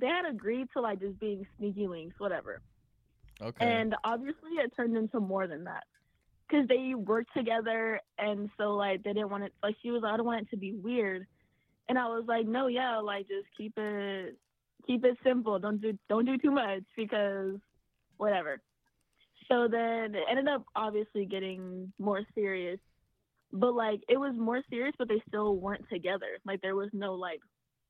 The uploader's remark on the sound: Call In Episode